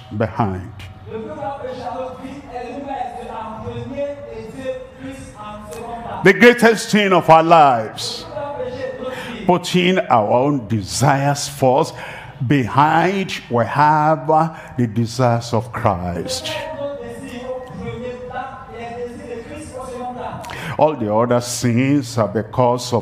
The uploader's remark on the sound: live from Douala, Cameroon.